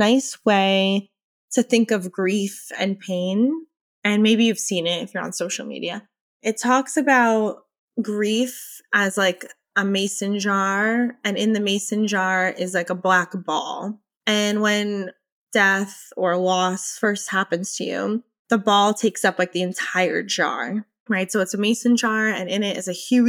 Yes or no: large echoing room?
no